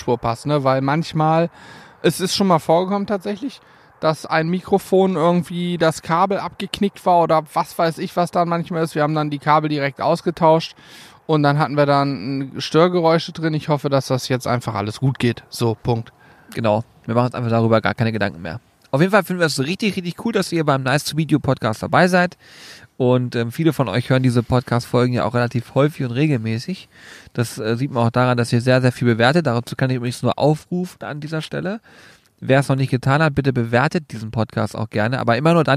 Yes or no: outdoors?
yes